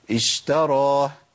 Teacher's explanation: ما قلنا نتكلم عربي، صلوا على النبي عليه الصلاه والسلام، قلنا رخاوه جران الصوت، لازم امكن لجران الصوت في الشين وما زودش الزمن ولا اقل الزمن · Term: زمن الرخاوه